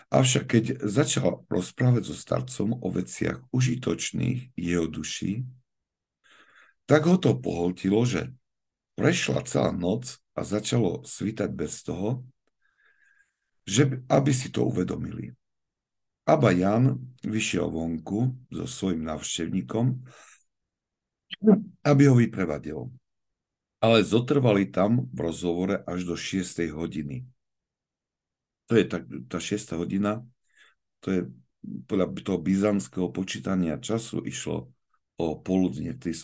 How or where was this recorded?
video call